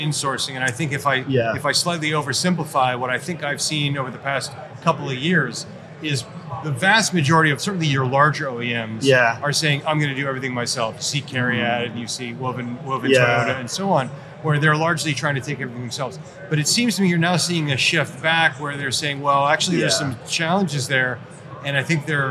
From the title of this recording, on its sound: Live from AutoTech: Detroit